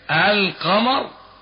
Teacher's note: وسميت الأولى اللام التي تدغم سميت باللام الشمسية، أما اللام المظهرة فسميت باللام القمرية. لام قمرية لأنك حينما تنطق بكلمة القمر تظهر اللام